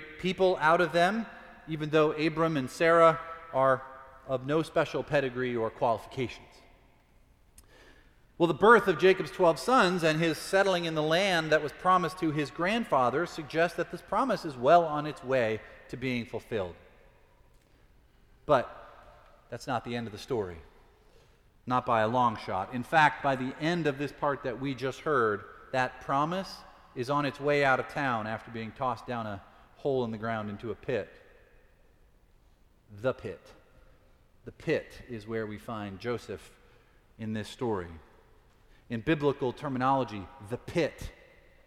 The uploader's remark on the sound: Preached at Fourth Presbyterian Church.